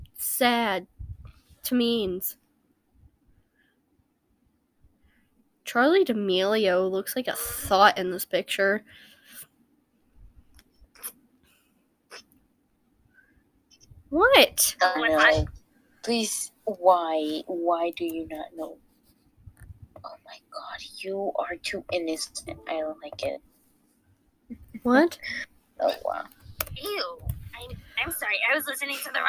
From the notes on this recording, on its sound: sorry you couldn't hear them well, my audio wasn't up loud enough